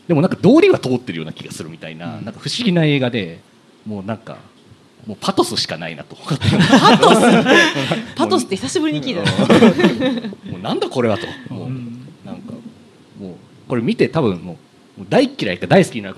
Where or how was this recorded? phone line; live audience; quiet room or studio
live audience